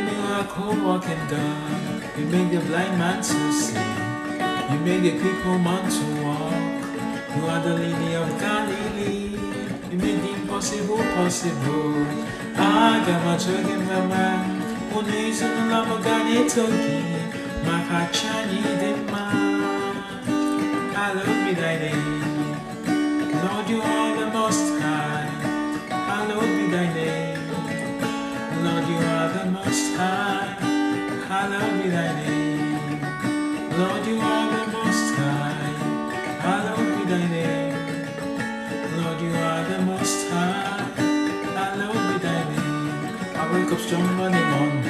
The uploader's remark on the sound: Thankfully, the Sound hole cover of my semi acoustic guitar aided in reducing the sound from the guitar, and then I tried singing softly amidst my weak voice. Video recorded via my Samsung Galaxy A12.